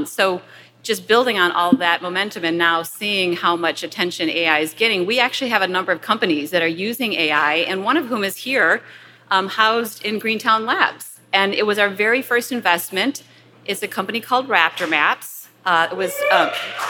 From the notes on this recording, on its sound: This week, we feature a live conversation. In this episode, recorded at Greentown Labs.